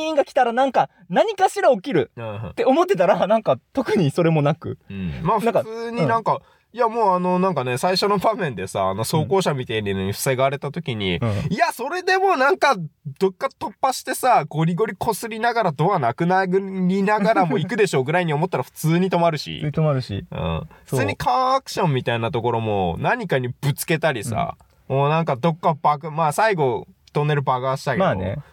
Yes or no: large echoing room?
no